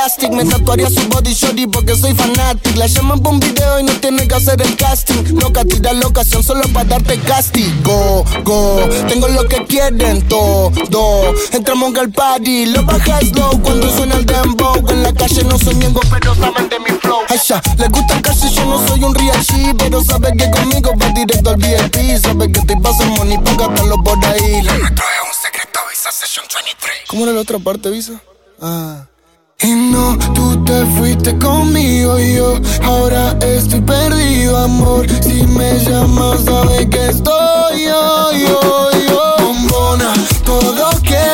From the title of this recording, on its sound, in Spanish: Set Mi Tercer Lugar Barranco